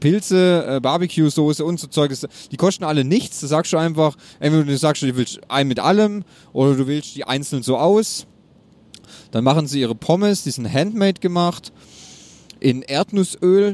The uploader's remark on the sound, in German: Nebengeräusche on Tour - Die Roadtrip-Folge. Natürlich hat es uns auf der Fahrt schon in den Zungen gejuckt und wir haben spontan eine kleine Runde aufgenommen.